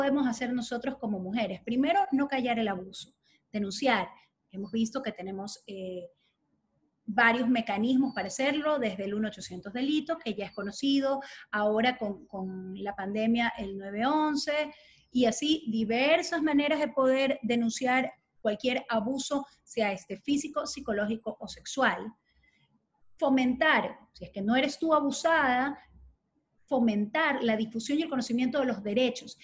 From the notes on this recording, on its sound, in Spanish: se realizó a través de la plataforma ZOOM